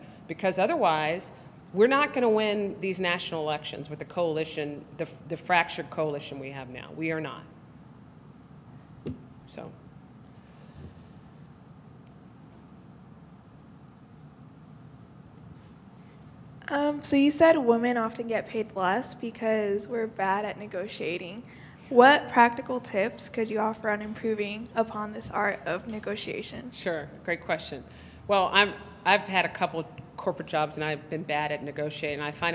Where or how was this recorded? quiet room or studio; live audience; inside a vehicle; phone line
live audience